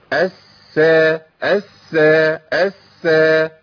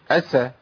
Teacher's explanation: لازم ابين رخاوة السين الساكنه · Shown in: first take · الس الس الس، ما اقولش اس.